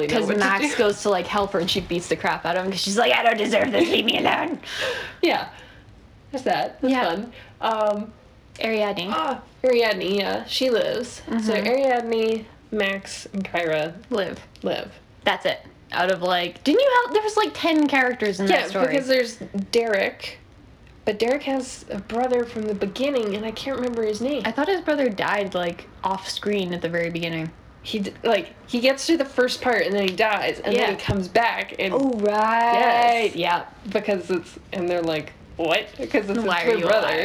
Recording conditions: poor sound quality